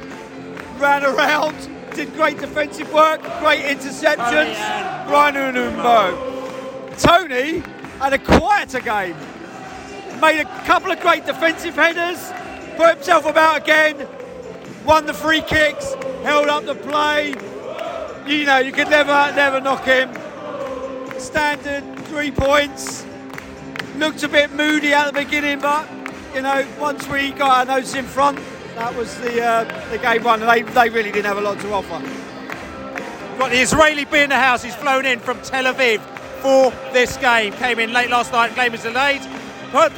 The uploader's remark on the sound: post-match podcast from the stands